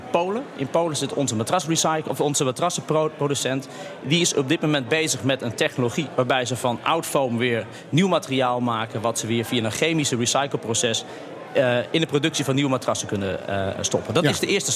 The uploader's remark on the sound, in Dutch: Live vanuit Circl op de Zuid-as.